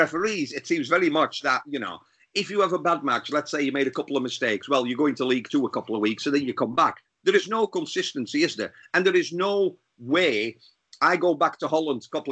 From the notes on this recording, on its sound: SkypeCast.